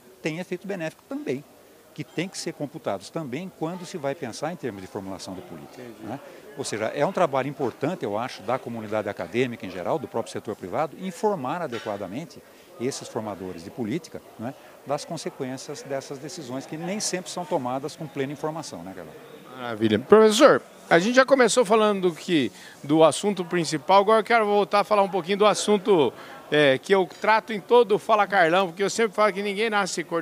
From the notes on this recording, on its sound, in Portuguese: Entrevista, gravada durante o 13* Simpósio Nacional Asbram, que aconteceu em Campinas, nos dias 23 e 24 de Novembro. Os principais pontos estão aqui nesta entrevista, gravada durante o 13* Simpósio Nacional Asbram, que aconteceu em Campinas.